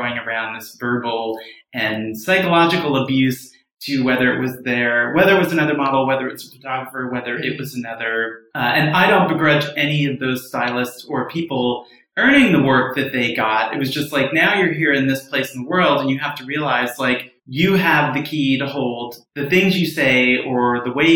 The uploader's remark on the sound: Please excuse the echo effect in this issue!